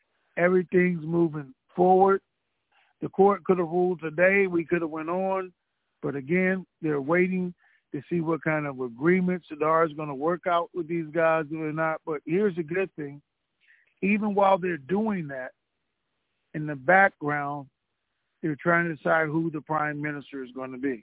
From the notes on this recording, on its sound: Conference Call